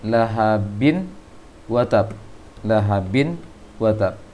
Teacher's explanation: Maka itu dengung, binnya didengungkan.